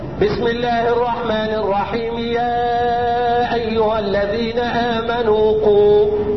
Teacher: يتحول المد المنفصل الى مد طبيعي